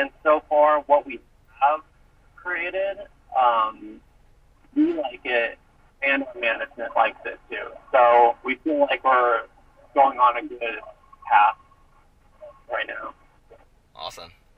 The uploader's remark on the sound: Recorded via phone call